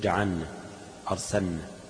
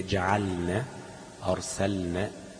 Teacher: بعض الناس ممكن إيه يوقع اللام يقول جعلنا أرسلنا، لا، لابد من التنبيه على الإظهار، لأن النون قريبة المخرج من اللام · Shown in: second take